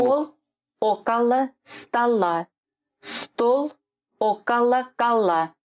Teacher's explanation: Стол около кола. Значит, мы тут акаем, как и должны акать в литературном произношении.